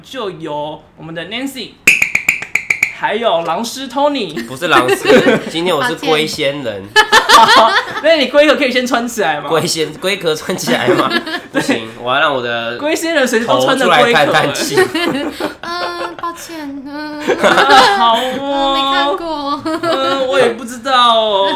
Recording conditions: distortion